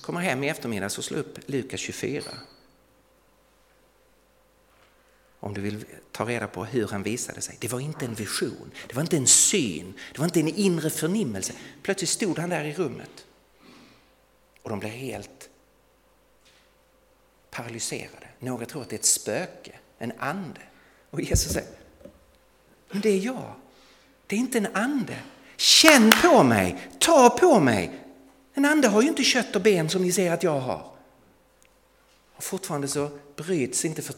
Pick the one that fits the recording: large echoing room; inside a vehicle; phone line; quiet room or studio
large echoing room